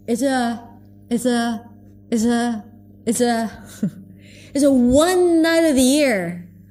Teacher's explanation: He's not even pronouncing the TH.